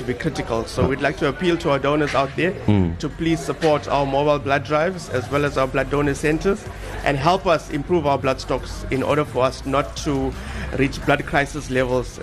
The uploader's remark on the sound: Coming to you live from Richard's Bay. We are live from Netcare The Bay Hospital.